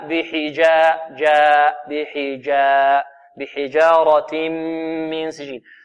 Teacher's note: فنحذر من تقليل الفتحة، فتحة الجيم وكذلك الألف التي بعدها